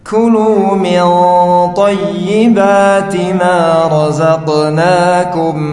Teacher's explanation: Ikhfa pada huruf ta dibaca tebal.